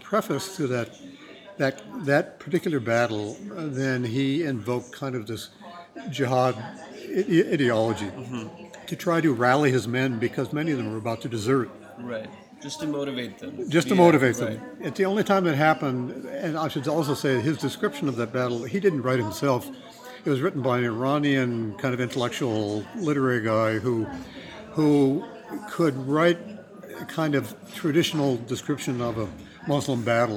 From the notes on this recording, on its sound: Recorded live at the Jaipur Literature Festival 2020 in Diggi Palace.